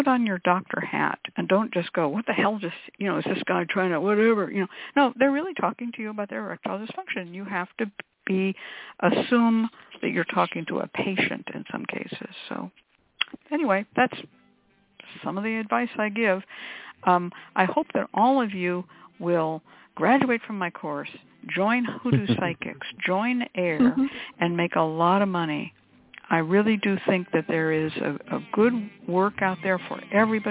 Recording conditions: phone line